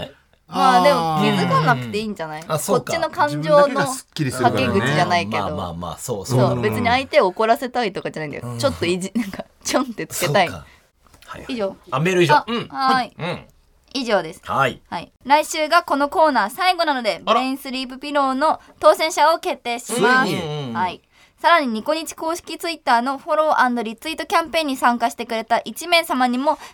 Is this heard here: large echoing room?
no